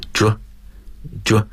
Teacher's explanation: 这个音呢，是用的是 ch 的相反的浊辅音